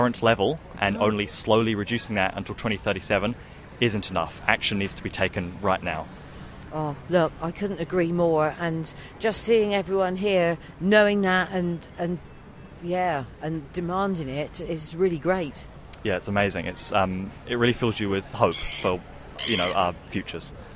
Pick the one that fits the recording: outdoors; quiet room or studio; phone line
outdoors